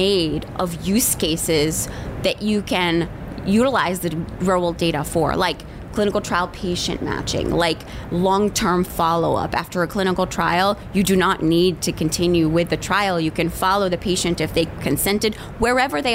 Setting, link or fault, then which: setting, busy venue